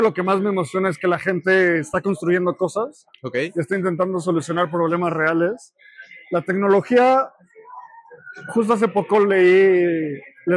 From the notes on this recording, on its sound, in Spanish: asistimos al evento de "Crypto Talks" de Espacio Cripto, y tuvimos la oportunidad de entrevistar a algunos panelistas e invitados al evento